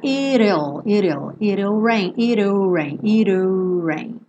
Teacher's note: o T pode virar rarara, isso é bem americano.